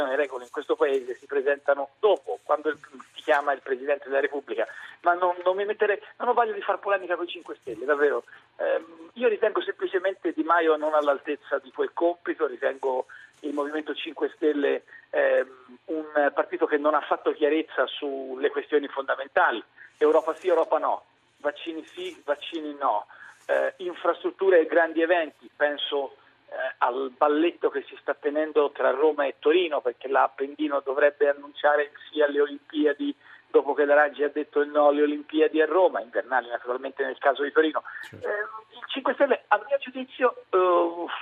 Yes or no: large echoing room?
no